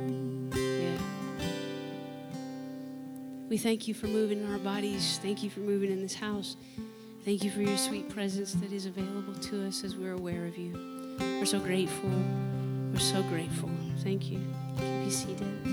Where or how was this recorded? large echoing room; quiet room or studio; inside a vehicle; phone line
large echoing room